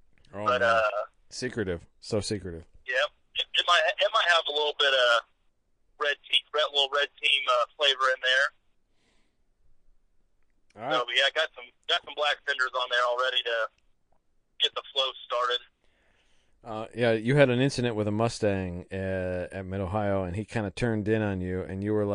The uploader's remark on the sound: We had to do it via phone (anothe semi-successful experiment?).